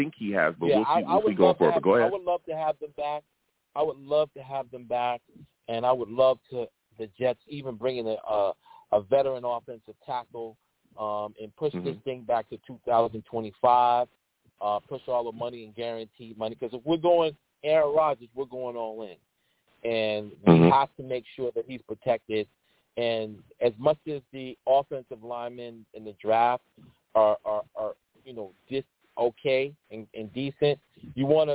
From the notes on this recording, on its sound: I take live callers!